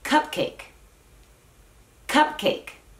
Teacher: Estás echando un poco más de aire con esa C.